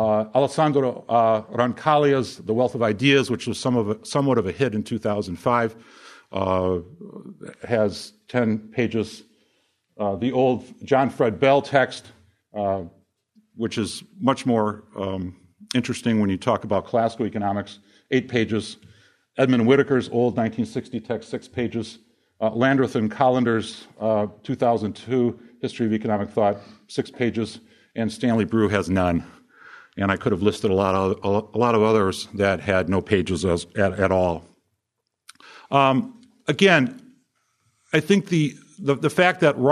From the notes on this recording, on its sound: From the session on "History of Economic Thought," presented at the Austrian Economics Research Conference. At the Ludwig von Mises Institute in Auburn, Alabama.